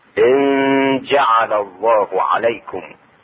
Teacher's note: إخفاء النون الساكنة عند الجيم